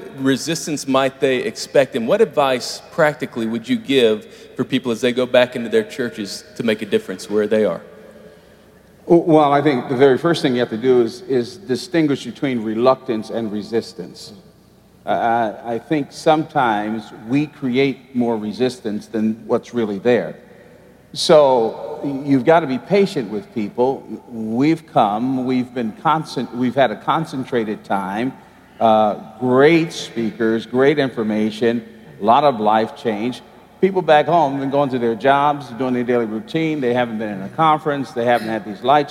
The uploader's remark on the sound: at our MLK50 conference